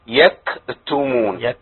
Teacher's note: يبالغ قوي في همس الكاف